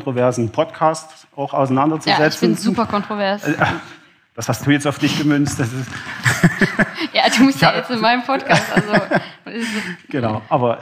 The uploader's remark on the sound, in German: live auf der Campus Connect Konferenz 23 in Leipzig